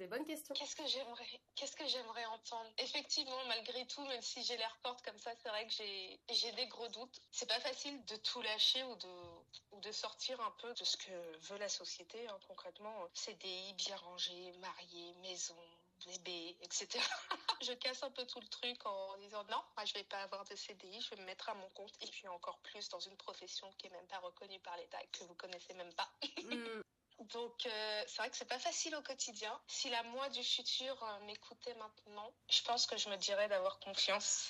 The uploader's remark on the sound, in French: Cet épisode est enregistré par téléphone.